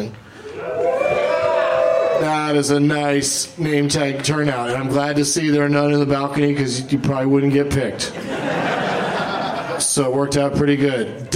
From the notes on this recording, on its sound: Live from the Traverse City Film Festival